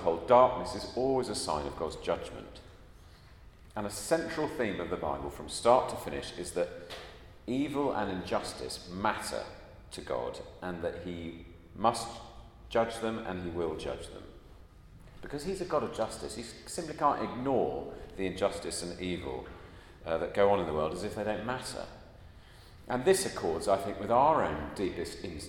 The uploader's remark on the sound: At a Christians in Parliament Chapel Service which was held in the Chapel of St Mary Undercroft on Tuesday 28th March 2023.